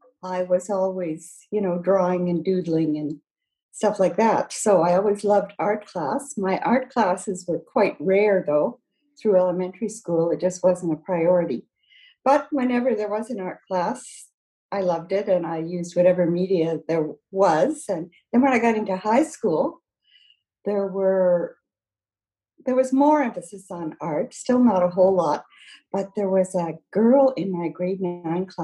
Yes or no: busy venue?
no